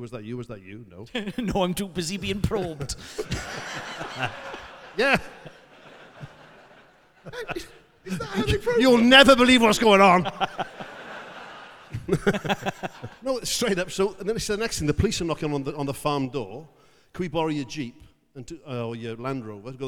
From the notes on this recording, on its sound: THIS WEEK’S SHOW WAS RECORDED LIVE AT THE WILLIAM ASTON HALL, WREXHAM ON SUNDAY NOVEMBER 5th 2023